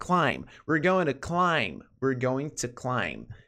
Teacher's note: O B não é pronunciado, é climb. O B é mudo.